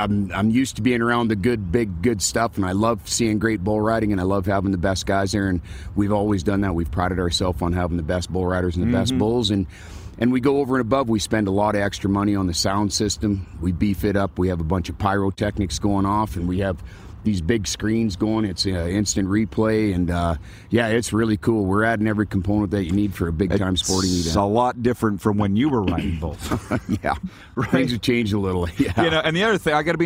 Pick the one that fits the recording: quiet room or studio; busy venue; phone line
busy venue